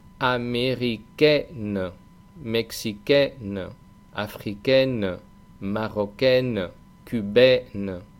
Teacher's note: ese sonido nasal. Es una simple E española abierta, una E, más una N.